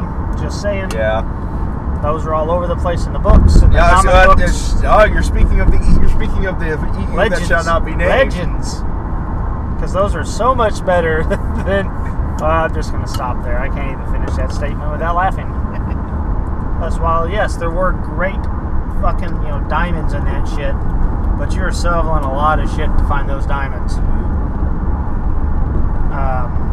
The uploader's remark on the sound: Geekaholics Road Trip Edition #2: Lincoln Brewery Reviews. We run the mic while driving and review our experiences and beers at some Lincoln, NE breweries. Nebraska shit roads are shit so there wasn't much I could do to fix the audio recorded there.